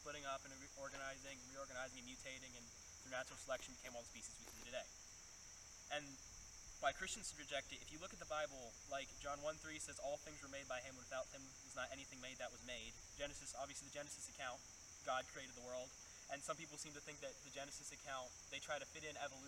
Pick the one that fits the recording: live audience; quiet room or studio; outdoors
outdoors